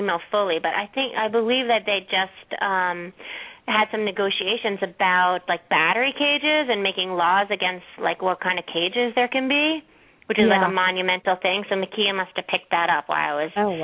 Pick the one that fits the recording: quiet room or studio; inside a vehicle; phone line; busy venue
phone line